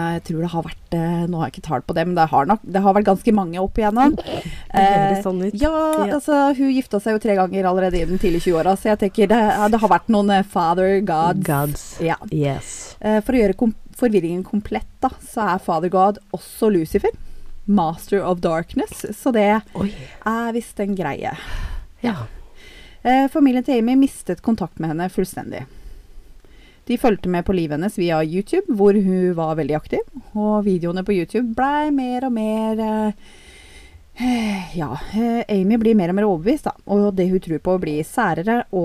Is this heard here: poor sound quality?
no